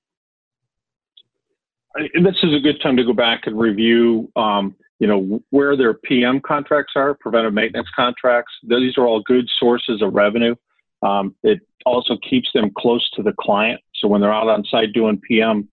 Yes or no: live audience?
no